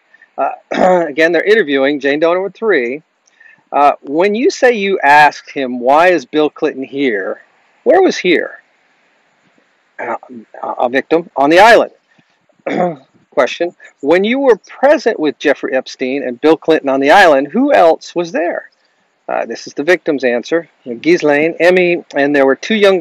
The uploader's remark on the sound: Live from Cocoa Beach. Sorry for the audio on this episode. Recorded this remote while in Cocoa Beach, FL.